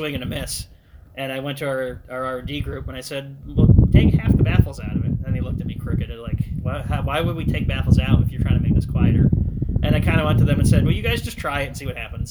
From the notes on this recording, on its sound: This audio is un-ediited, it was recorded outdoors with my phone sitting on a table, and there is some wind noise.